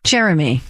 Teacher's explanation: Want to stress on that first syllable